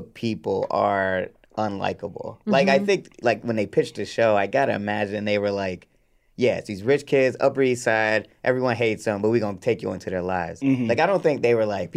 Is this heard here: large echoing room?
no